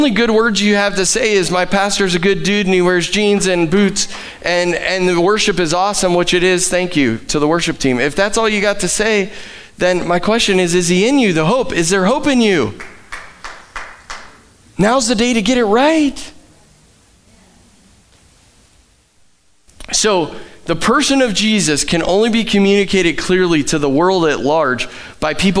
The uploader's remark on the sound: Live from The Summit Church in Dover, OH